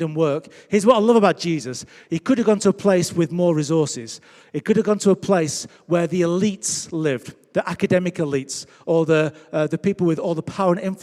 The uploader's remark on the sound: Recorded Live at Life Church Lancashire on 3rd October 2021.